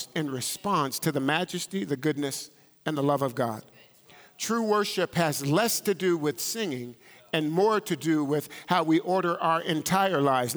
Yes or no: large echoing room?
yes